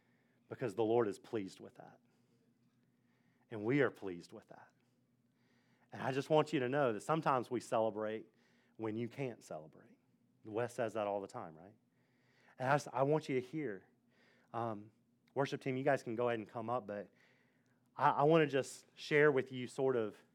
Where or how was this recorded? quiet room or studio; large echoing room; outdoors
large echoing room